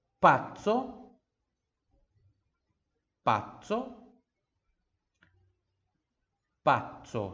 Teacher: essa doppia Z aqui, né? P-A-Z-Z-O, pazzo, tem o mesmo, mesmo som da pizza, né? Z-Z-T-S aqui, som de TS